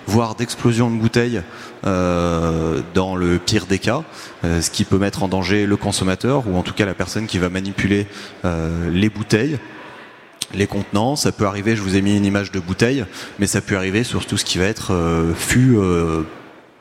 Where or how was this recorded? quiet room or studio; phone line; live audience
live audience